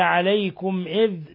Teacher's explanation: ميم ساكنة جاء بعد الهمزة، إظهار شفوي